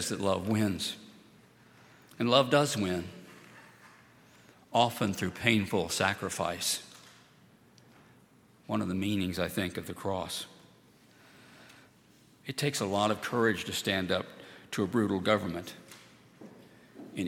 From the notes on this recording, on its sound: At Highland Baptist Church.